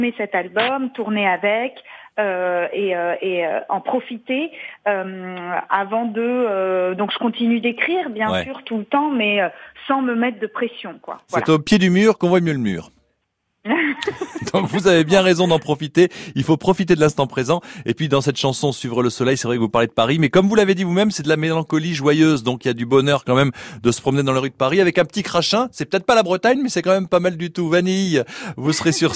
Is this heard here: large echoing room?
no